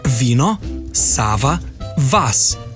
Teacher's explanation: Zobno-ustnični V izgovarjamo samo pred samoglasnikom iste besede.